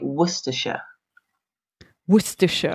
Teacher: we mix all of the, I would say, the syllables together. We don't kind of pronounce a hard C.